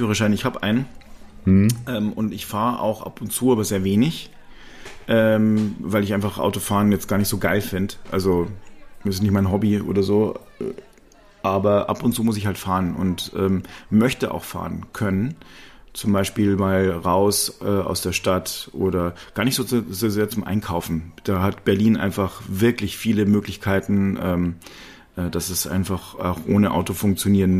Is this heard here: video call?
no